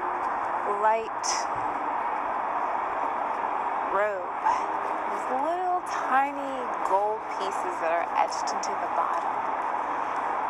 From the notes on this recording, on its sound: The outlet mall. Where I recorded this message which is why you hear the wind, it's an outside mall.